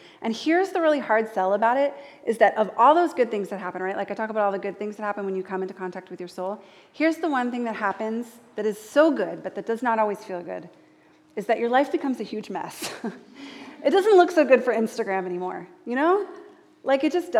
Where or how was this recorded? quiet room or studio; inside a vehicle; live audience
live audience